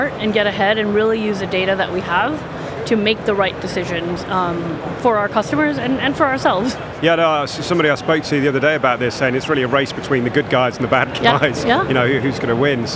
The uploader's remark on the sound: The second of four episodes recorded at Money20/20 USA. The event took place at The Venetian, Las Vegas. We recorded a series of interviews from the Instnt's booth with a number of the speakers and attendees at the event.